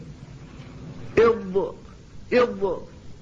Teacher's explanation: وهذا نستطل الصفة الخامسة من هذه الصفات الانفرادية هي الاستطالة، وهي صفة الضاد، والمقصود بها الاستمرار في المخرج إلى نهايته، من أوله إلى نهايته. فالضاد تبدأ في الخروج من حافة اللسان من مائل الأضراس وتستمر إلى مخرج اللام، إض إض، فتستمر استمرارا، هو الذي يسمى بالاستطالة.